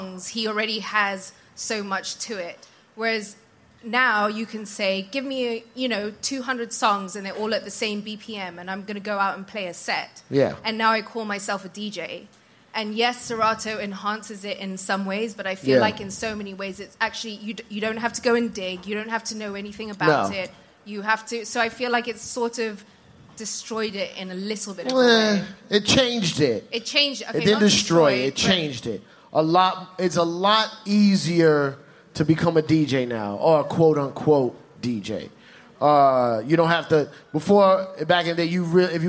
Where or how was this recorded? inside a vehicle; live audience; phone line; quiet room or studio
live audience